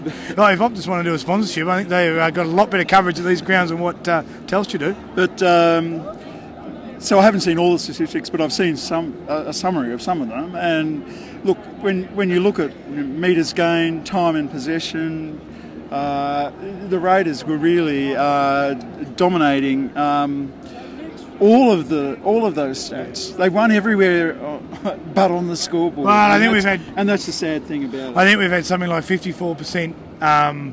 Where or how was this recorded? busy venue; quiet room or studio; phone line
busy venue